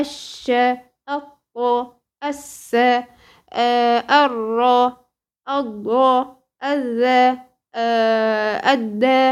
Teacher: كل الحروف الـ14 دول أول ما تلتقي بهم آل التعريف تتحول اللام إلى حرف في نفس جنس الحرف اللي جاي بعدها وتضغم فيه